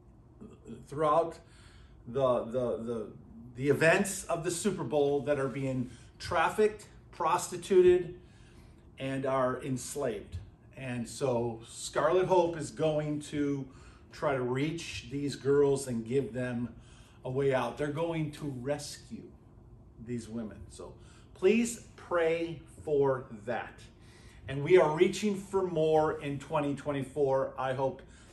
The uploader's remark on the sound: at Burlington Christian Church on January 21st, 2024.